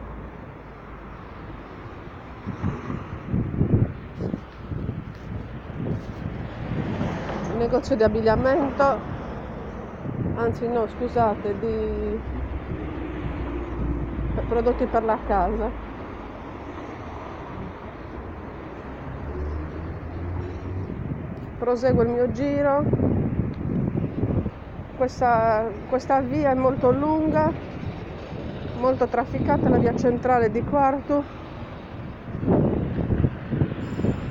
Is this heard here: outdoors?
yes